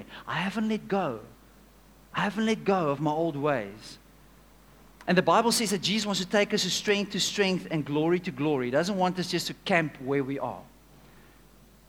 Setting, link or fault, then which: setting, large echoing room